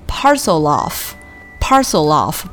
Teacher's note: parcel 和 off 之间有一个这个连读 parcel off，不要给他们两个拆分开来